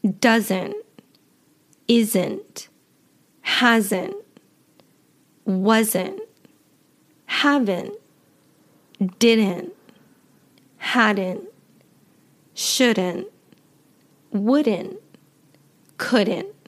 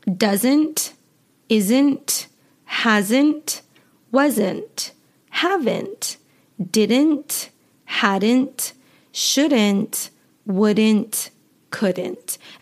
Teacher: I do not pronounce the T at the end of words in my natural everyday speaking · Shown in: first take · some American accents pronounce the T.